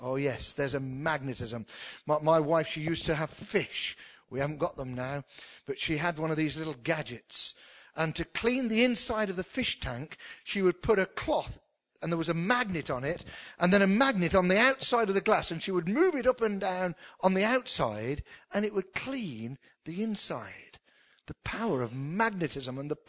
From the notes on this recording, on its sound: spoken at the induction service for the new Minister at King's church